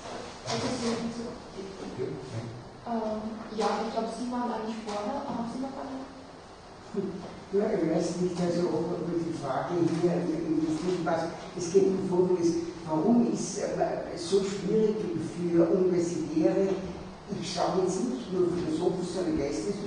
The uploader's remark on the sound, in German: Diskussion zum Vortrag.